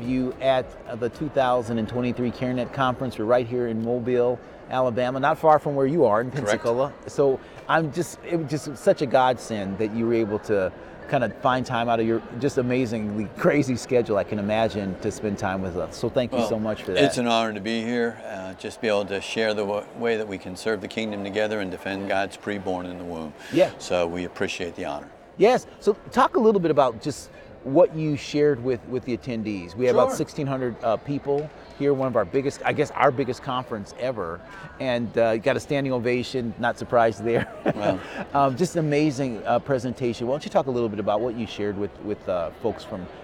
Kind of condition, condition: setting, busy venue